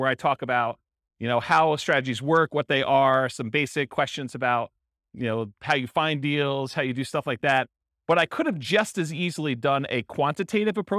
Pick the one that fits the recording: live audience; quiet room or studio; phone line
live audience